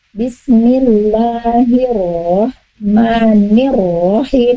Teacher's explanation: ro-nya ditasdidkan seperti pada basmalah, ada dua ro tasdid